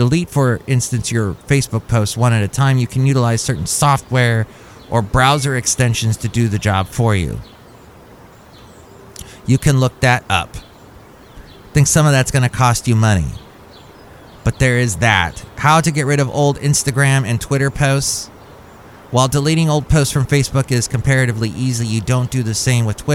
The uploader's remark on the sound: podcasts live from Cafe Anyway